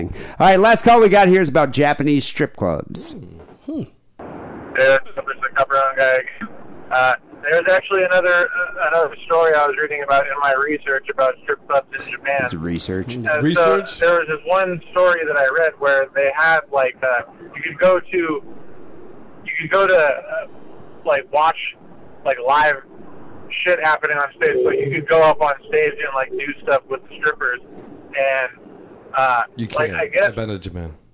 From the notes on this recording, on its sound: Phone calls.